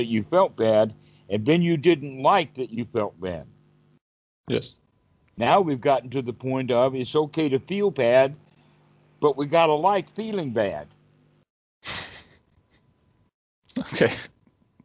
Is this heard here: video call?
yes